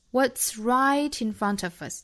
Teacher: 这里面有三处连读 right in, front of.那 of 和 us 在连读 of us, in front of us.